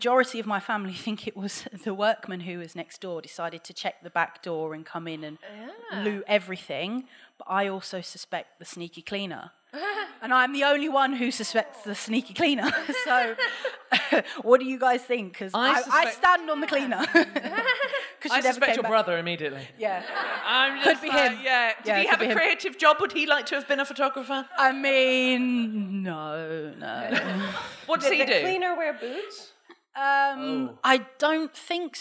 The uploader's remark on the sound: 250 DWSC LIVE. We finally get a member of the audience up on the mic to earn a bottle of cava by sharing a crime story from their lives.